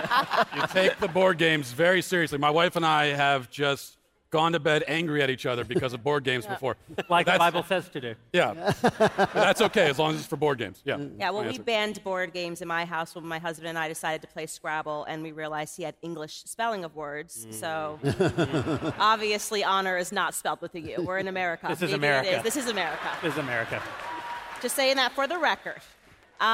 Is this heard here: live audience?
yes